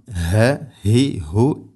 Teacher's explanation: ഹ തൊണ്ടയുടെ താഴെ ഭാഗമാണ്. തൊണ്ടയുടെ താഴെ ഭാഗത്തു നിന്നും വരുമ്പോൾ അതിൻ്റെ ഉച്ചാരണം ഹ ഹി ഹു എഹ് മുസ്തെഹ് മുസ്തെഹ്സി ഊൻ.